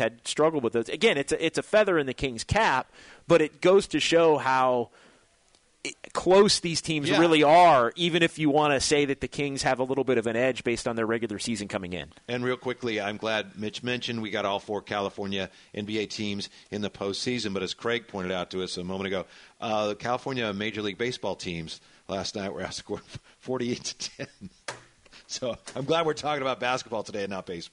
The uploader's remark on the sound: live from The Golden 1 Arena.